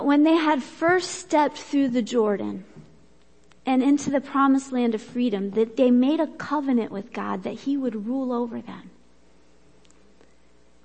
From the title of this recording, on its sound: Worship Service - Audio